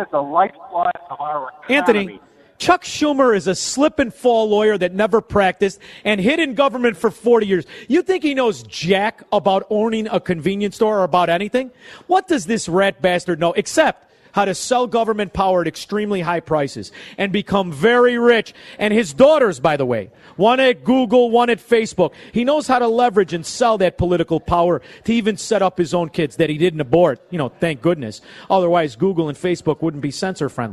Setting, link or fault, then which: setting, busy venue